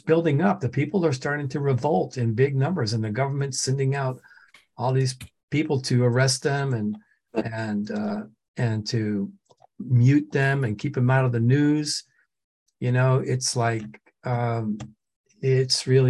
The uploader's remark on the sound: The shows are now all hosted on Zoom.